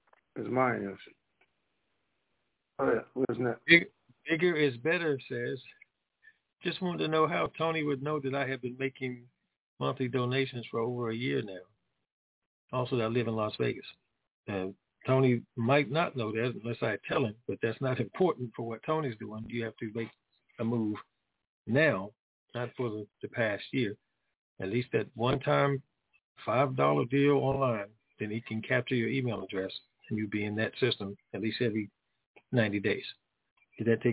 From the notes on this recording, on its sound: TNTSuperfantastic Conference Call